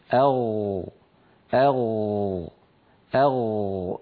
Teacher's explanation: والمنطقة التي في مؤخرة اللسان هذه مر معنا أن اسمها جذر، أن اسمها جذر اللسان. فبين جذر اللسان والحنك اللحمي في هذا المكان الذي ترونه يخرج حرف الغين. ولاحظوا بأن المخرج لا ينقفل، لاحظوا بأن المخرج مفتوح.